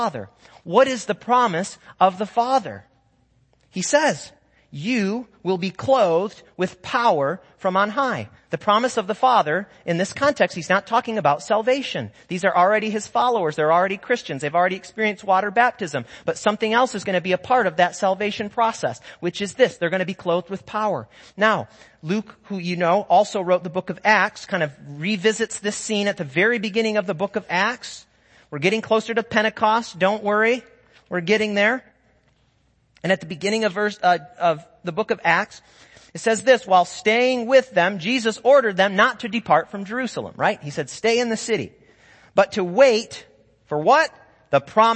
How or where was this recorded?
large echoing room